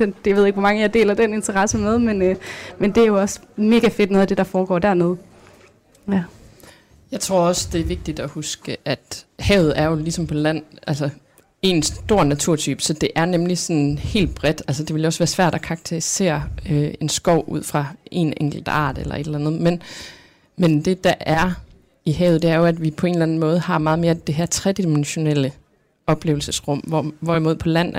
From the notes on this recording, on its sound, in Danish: Kraniebrud sender live fra Folkemødet, hvor vi har allieret os med forskere og en undervandsrobot.